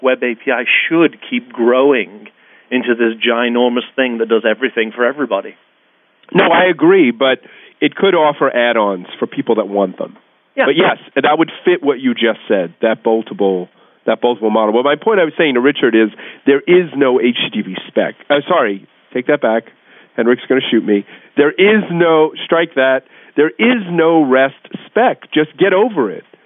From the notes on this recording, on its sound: A now-rare telephone-based conference call (remember when these were cool?).